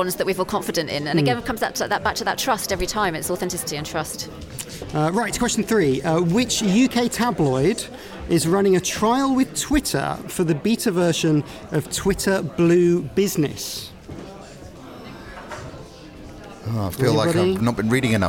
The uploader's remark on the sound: Records live from Campaign's Advertising Audio and Radio Summit. Records live from Campaign's Advertising Audio and Radio Summit.